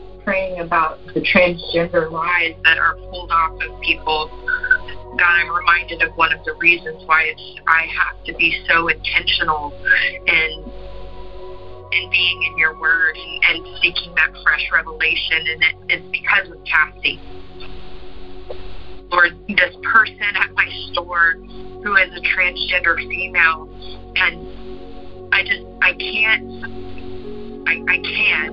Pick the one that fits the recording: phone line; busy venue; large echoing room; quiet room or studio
phone line